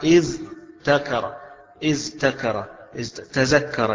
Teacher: للصعوبة في نطق الذال بعدها التاء، هذا حرف مجهور وذاك مهموس